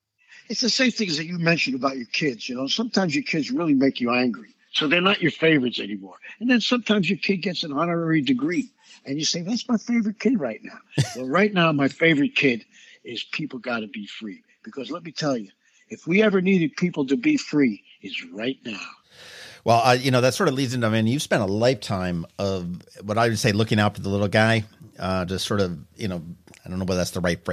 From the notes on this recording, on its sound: joined me on the phone